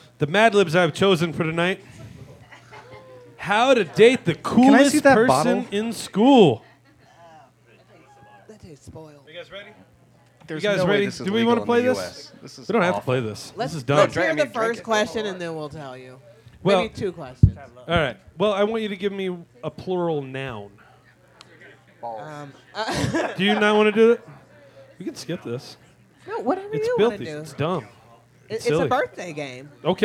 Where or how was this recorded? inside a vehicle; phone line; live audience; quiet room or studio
live audience